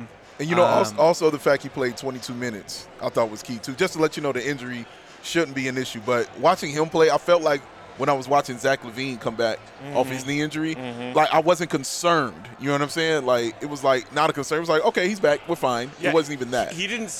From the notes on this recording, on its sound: LIVE from Summer League in Las Vegas!